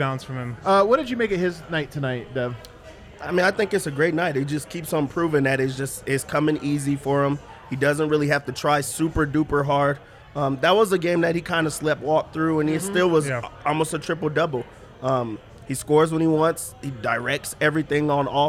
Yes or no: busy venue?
yes